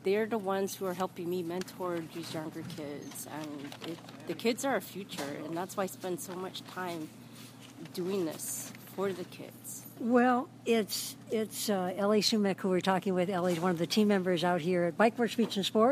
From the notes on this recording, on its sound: My walk around Kailua Village.